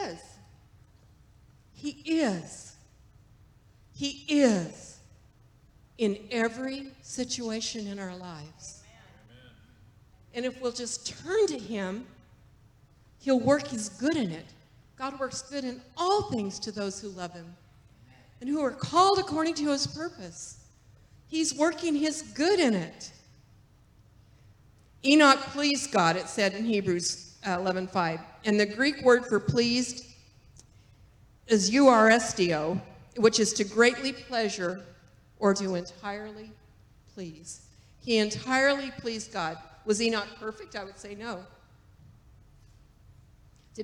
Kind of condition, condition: setting, large echoing room